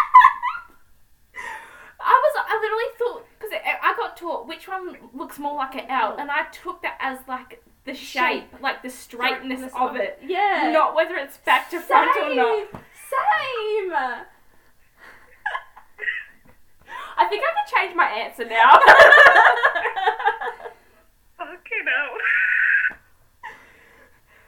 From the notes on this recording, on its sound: Please be patient as we explore improving the audio.